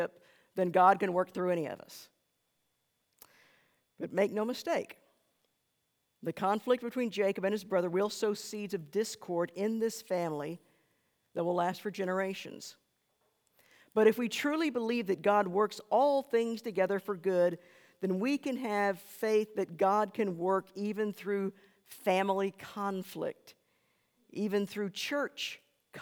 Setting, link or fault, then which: setting, large echoing room